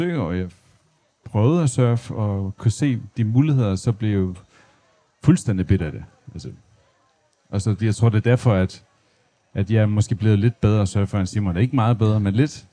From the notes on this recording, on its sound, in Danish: Lyt til livepodcast fra Alive Festival - 100 procent ufiltreret!